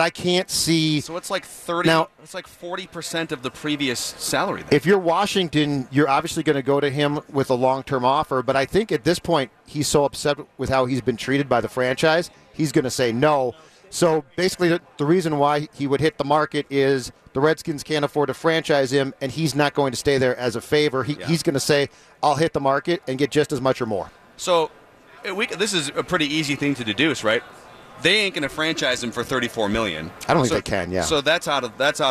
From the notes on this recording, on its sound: live from Radio Row all week